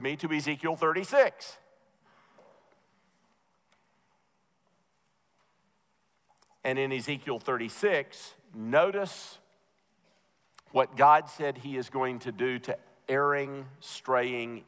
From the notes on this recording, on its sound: Truth and Life Conference at The Master's University in 2016